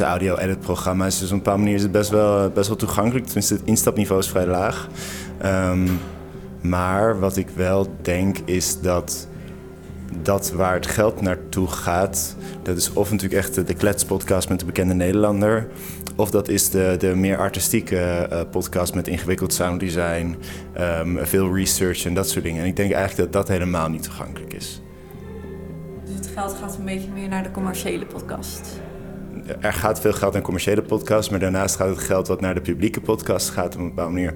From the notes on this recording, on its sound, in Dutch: Tijdens het internationale podcastfestival Oorzaken in de Brakke Grond in Amsterdam